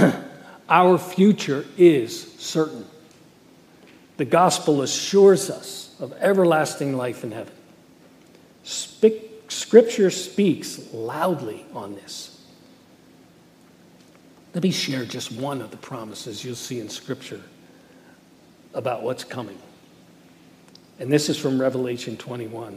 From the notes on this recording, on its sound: Message Preached at Valley Creek Church